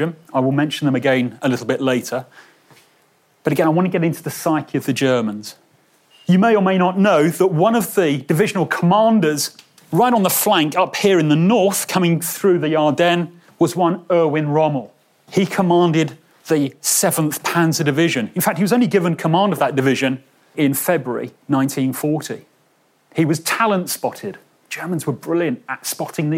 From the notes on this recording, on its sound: a lecture he delivered at our World War Two day in Bristol’s M Shed last month